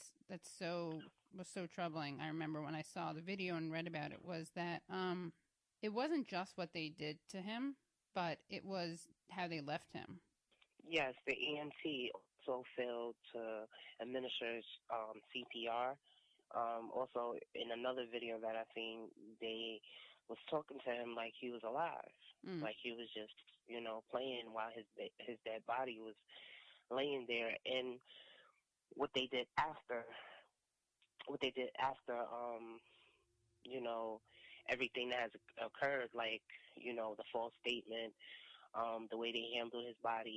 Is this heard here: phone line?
yes